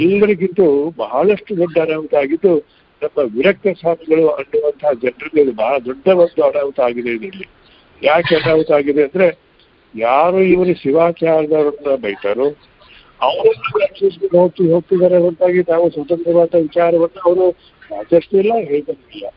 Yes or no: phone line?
yes